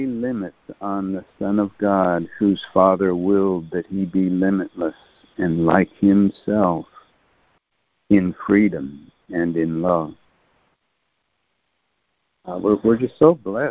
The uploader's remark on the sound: ACIM Daily Conference Call